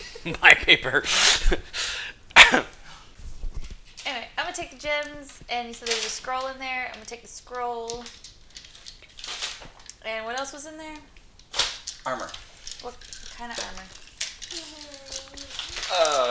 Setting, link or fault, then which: fault, sounds in the background